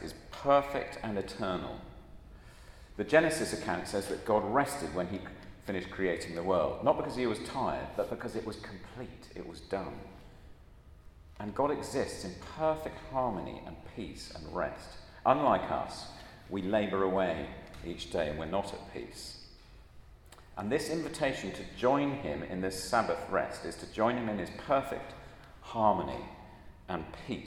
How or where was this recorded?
large echoing room